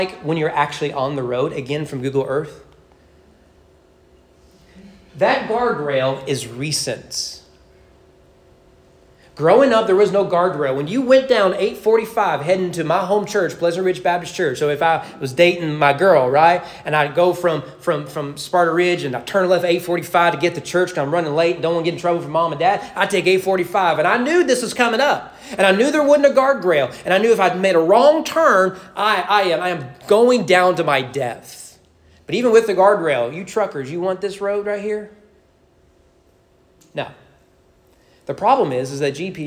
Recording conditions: large echoing room